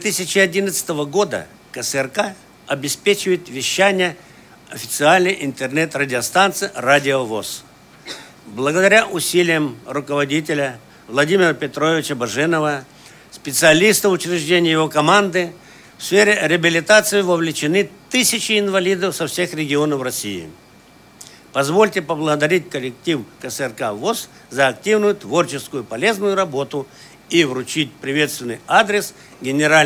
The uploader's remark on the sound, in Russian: Трансляция торжественной части итогового заседания Центрального правления ВОС 2015 года. Запись прямого эфира.